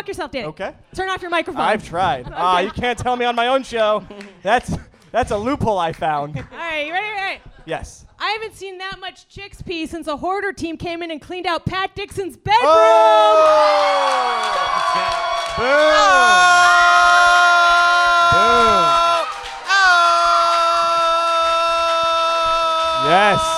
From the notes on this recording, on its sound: Recorded live in Brooklyn as part of the 2016 KATG VIP Night!